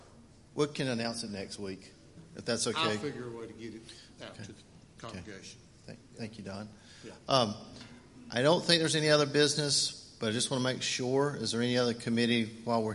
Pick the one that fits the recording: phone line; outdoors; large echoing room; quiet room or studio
large echoing room